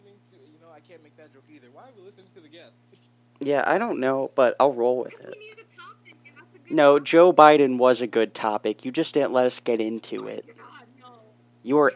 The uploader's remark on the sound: Probably Bad Audio Again.